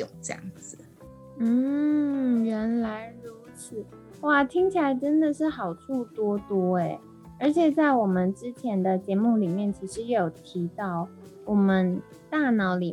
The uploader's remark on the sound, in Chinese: 本集節目採遠端錄音，因此音質上可能會有點雜訊。